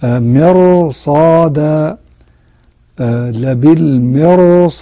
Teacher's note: هي مفخمة لأنها راء ساكنة قبلها مكسور بعدها حرف استعلاء غير مكسور · Term: تفخيم الراء